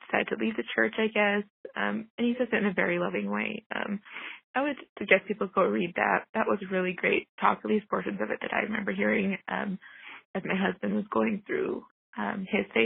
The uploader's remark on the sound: I am so grateful for each of these people who called in to share their thoughts and perspectives on a topic that isn’t always easy to talk about.